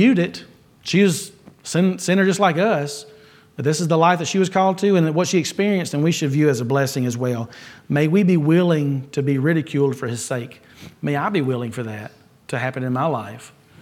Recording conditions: large echoing room